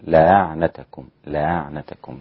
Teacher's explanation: البزي يقف عليها وقفا وصلا في الحالين بالتسهيل وحمز له في الوقف فقط التسهيل لأعنتكم لأعنتكم هكذا.